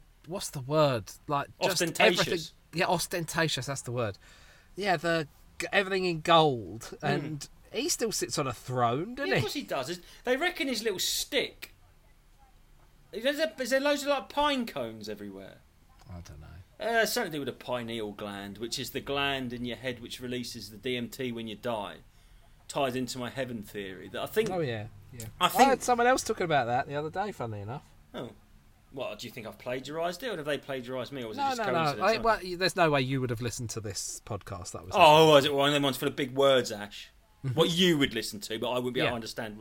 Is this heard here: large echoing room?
no